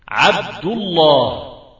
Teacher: الدال مضمومة، اللام الأولى في لفظ الجلالة ساكنة، اللام الثانية مفخمة لأنها مسبوقة بساكن. · Term: اللام المفخمة